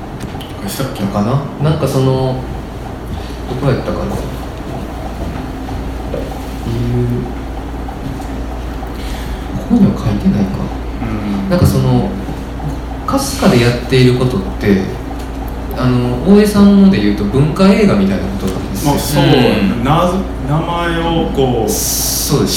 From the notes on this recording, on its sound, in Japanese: 8/4に開催した『微花』×『つち式』のトークイベント（恵文社一乗寺店）の音声。